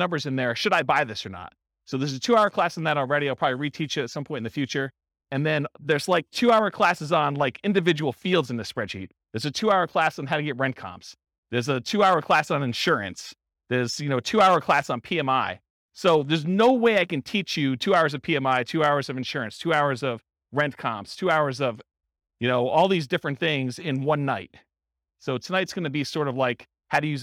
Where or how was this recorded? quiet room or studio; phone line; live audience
live audience